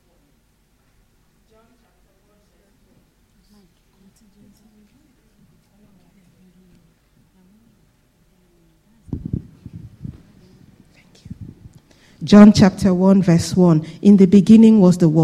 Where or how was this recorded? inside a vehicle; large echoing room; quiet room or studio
large echoing room